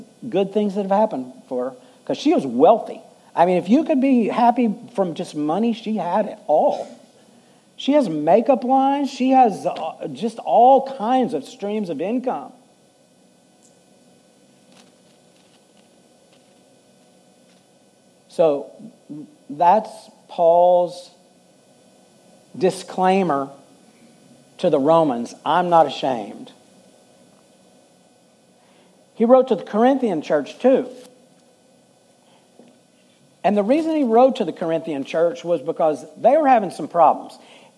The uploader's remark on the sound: Full Sunday Service.